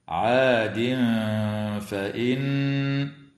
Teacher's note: وتغن النون المشددة من كلمة فإن بمقدار حركتين